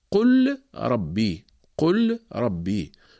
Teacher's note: هنا اللام جاءت في الفعل ساكنة متطرفة، قل، بعدها جاء حرف الراء ربي. هنا نقوم بإدغام اللام في الراء، ونحذف السكون من فوق اللام، ونقوم بتشديد الراء للدلالة على الإدغام